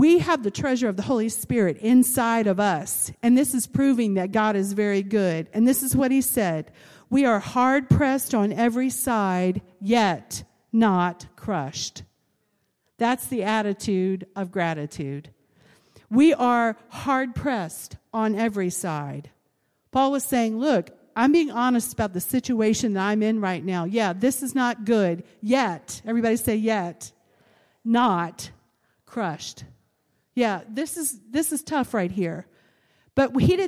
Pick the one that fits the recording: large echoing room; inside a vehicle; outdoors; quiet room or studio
large echoing room